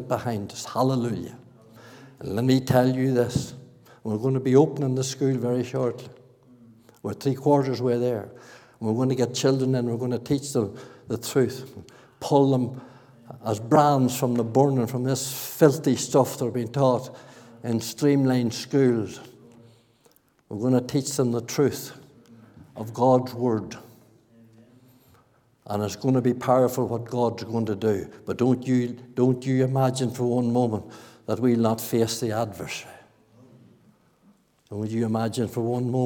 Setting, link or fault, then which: setting, large echoing room